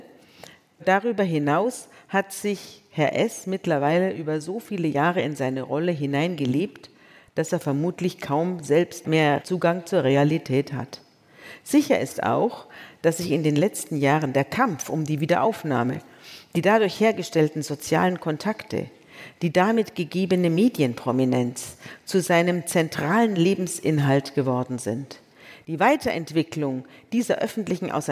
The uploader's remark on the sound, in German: vor Livepublikum im Kölner Theater am Tanzbrunnen